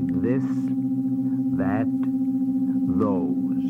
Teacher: you're using your voice to make the TH as in this